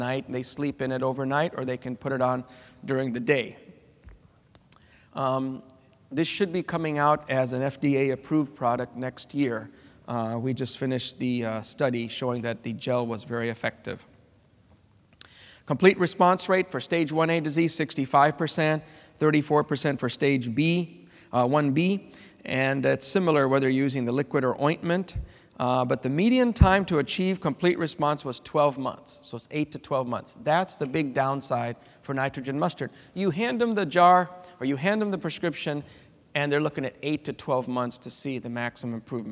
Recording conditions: live audience